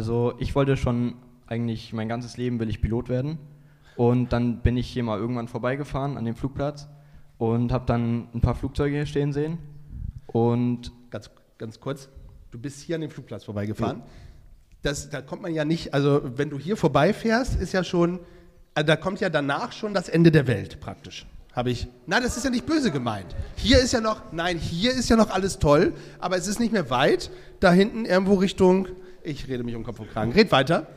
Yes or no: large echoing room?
yes